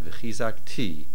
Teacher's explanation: the word is v'chizakti, the accent at the end